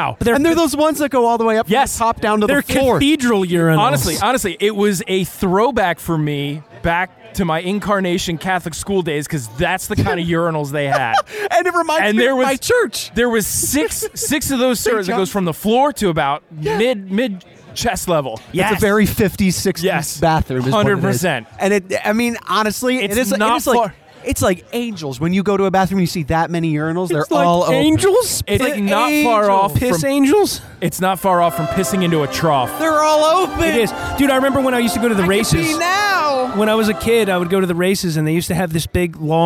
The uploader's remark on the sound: LIVE From The Philly Hot Sauce Festival! We recorded on-location from the first annual Philadelphia Hot Sauce Festival!